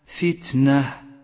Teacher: جاءت التاء الساكنة جاءت ضعيفة في النطق فقوها بصفة الهمس